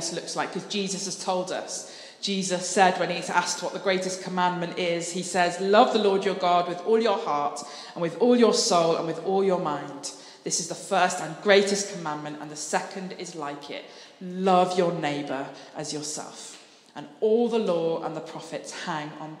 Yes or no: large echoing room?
yes